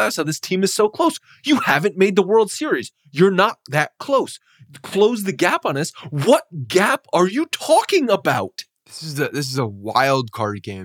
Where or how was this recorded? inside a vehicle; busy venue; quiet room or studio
quiet room or studio